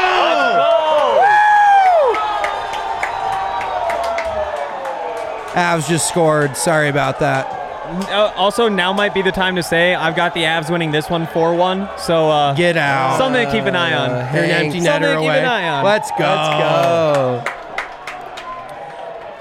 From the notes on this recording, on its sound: Coming at you live from the DNVR Bar for a live reaction and wrap up of the PGA Championship.